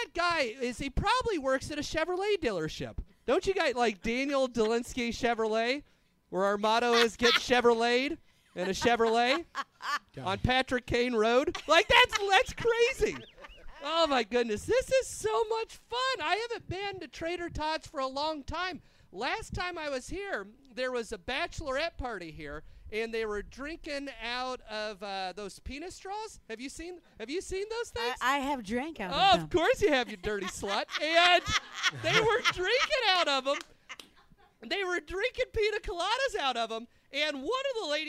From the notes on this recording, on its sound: Live from the boat in the beer garden of Trader Todd's. Broadcast live on Blog Talk Radio.